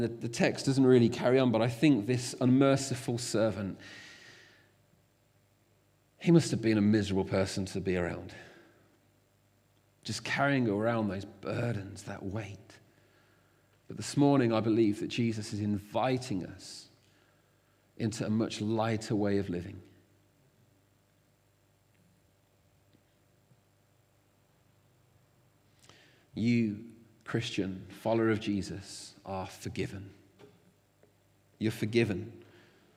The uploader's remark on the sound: Recorded at freedomcentre church, Preston